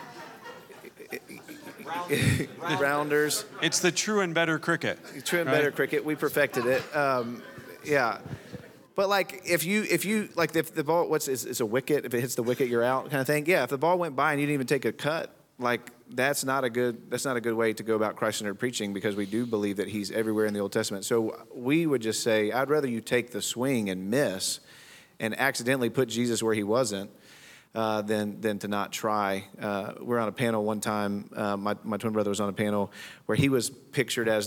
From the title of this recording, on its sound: Speaker Panel and Q&A from Scotland Conference (LIVE)